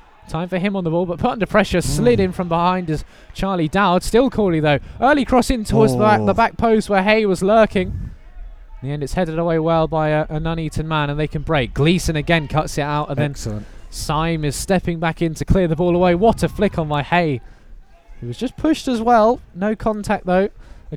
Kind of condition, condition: setting, busy venue